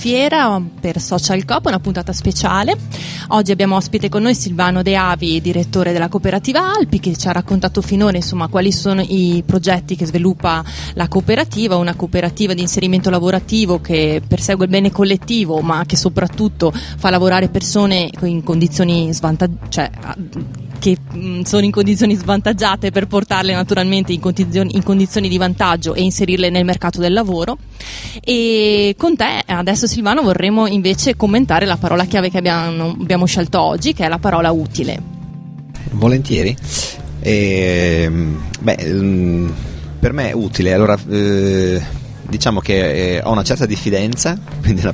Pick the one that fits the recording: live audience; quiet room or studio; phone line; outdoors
outdoors